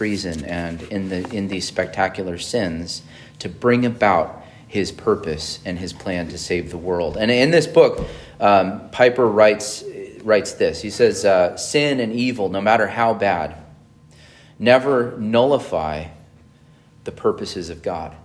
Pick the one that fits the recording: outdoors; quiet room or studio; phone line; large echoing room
large echoing room